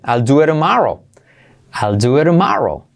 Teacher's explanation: Y esa T de tomorrow, incluso puedes hacerle una R suave